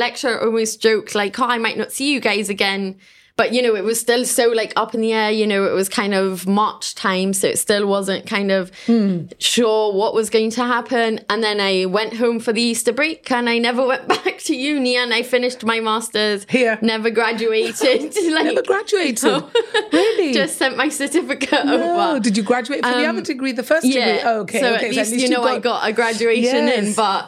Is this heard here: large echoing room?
no